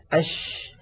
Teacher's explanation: تجدون بأن صوت حرف الشين ينتشر الصوت في الفم · Term: التفشي